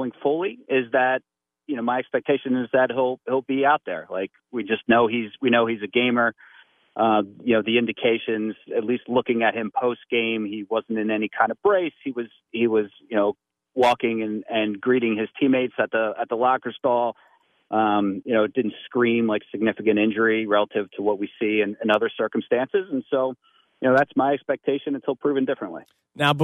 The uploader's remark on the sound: The phone lines are open to talk about the Eagles and wildcard expectations.